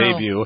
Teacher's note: And debut is using the French pronunciation there. You just don't pronounce the T at the end of this word